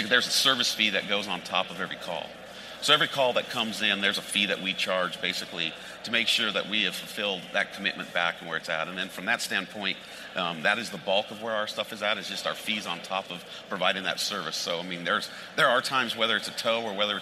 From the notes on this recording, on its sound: on the set of FreightWaves LIVE in Chicago